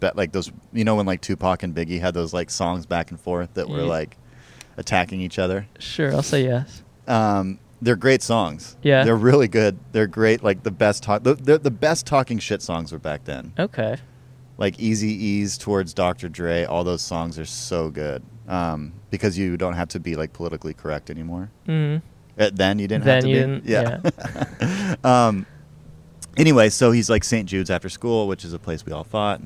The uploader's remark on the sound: backyard in Los Angeles